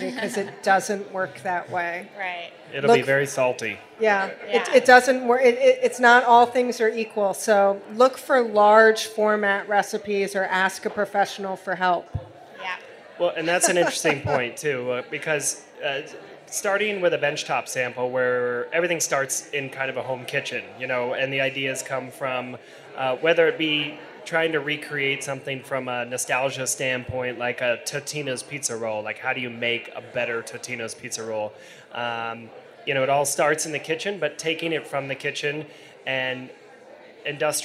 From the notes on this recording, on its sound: Tech Bites Live at Industry City. Was recorded live at BIG aLICe Brewing Co.